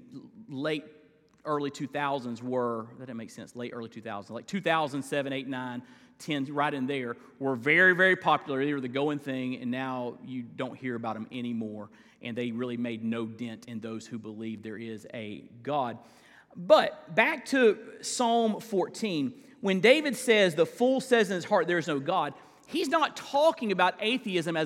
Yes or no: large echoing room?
yes